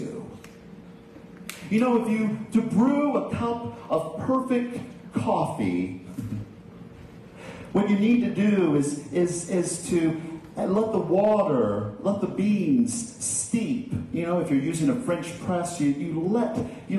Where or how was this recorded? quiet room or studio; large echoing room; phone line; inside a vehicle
large echoing room